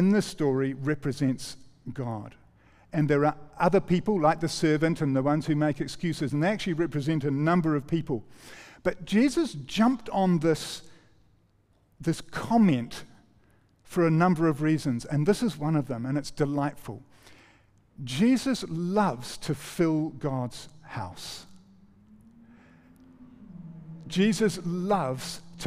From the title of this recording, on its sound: recorded 5-11-23 PM gathering